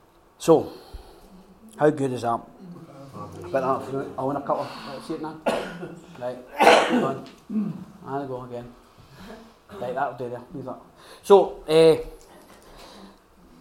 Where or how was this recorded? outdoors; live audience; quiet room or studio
live audience